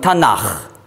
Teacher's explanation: Das K, wenn ein Vokal davor ist, wird weich ausgesprochen als Ch.